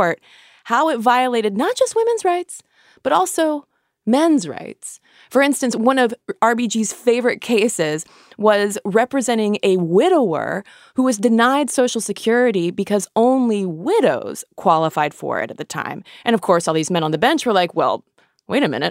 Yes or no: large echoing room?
no